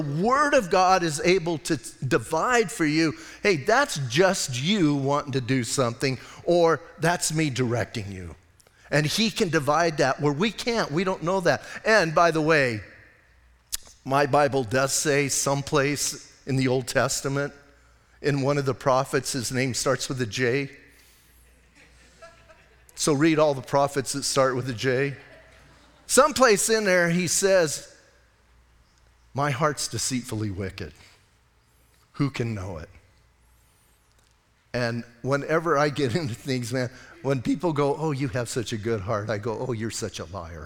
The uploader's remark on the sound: Audio messages from Calvary Chapel in Sierra Vista